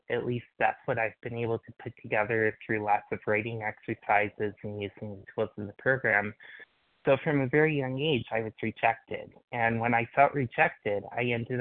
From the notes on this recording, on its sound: qualification from the 100 Pounders Phone Meeting